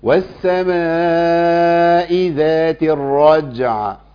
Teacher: الجيم ساكنة مقلقلة، والعين ساكنة موقوف عليها